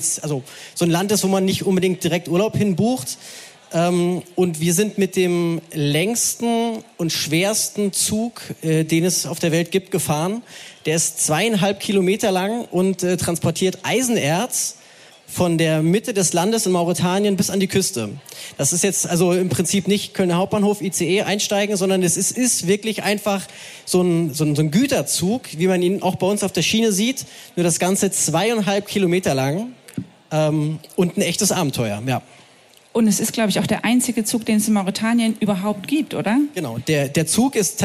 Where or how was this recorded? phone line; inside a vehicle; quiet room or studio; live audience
live audience